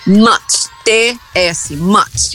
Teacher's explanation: Simplesmente você vai pronunciar o T e o S, esquece o TH.